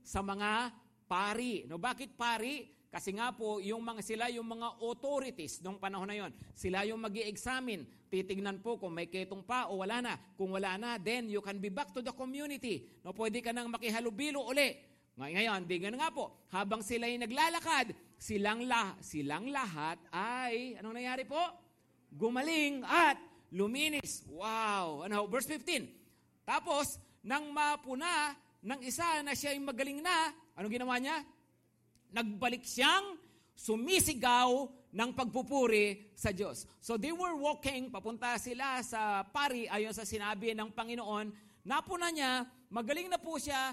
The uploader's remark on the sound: Preached last August 6, 2023, at Grace Testament Church's 5pm worship.